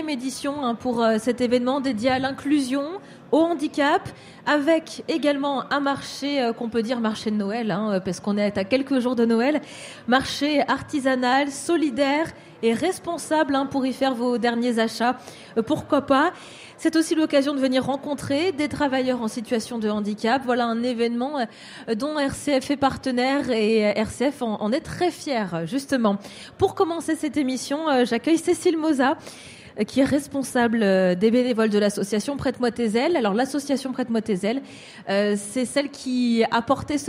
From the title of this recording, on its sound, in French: en direct des halles inclusives 2022